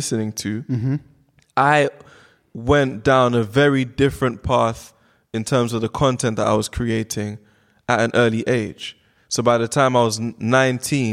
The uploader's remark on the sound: LONDON PODCAST FESTIVAL 2019. Recorded in front of a live audience at The London podcast Festival.